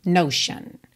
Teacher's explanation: E eu pintei esse T-I-O-N aí para você lembrar que essas terminações de palavras T-I-O-N se pronuncia shan, shan, tá? Não é tion, não é xion, shan, shan.